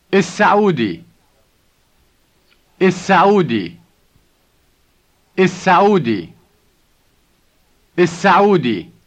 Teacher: Notice how the S is doubled.